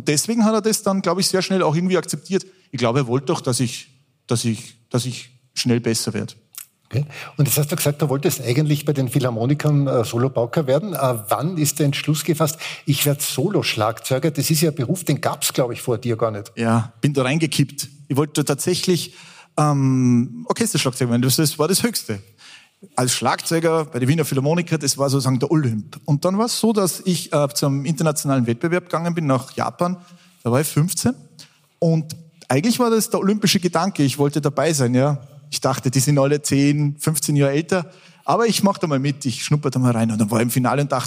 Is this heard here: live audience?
yes